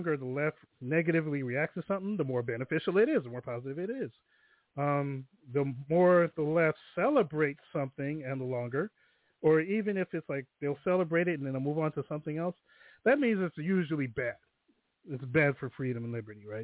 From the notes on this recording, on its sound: THe phone lines are open in the second hour.